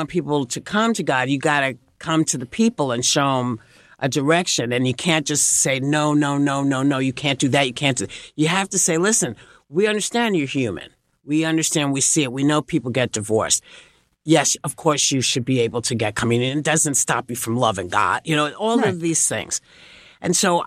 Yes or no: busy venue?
no